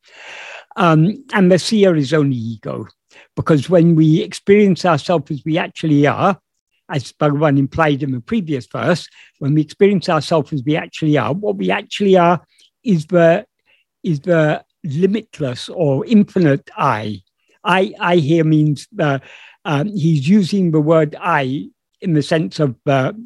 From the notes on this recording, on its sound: In a Zoom meeting